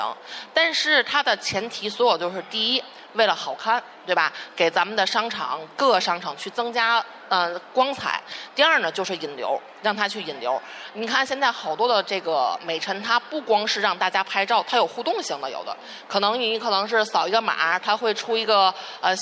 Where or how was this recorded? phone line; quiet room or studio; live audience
live audience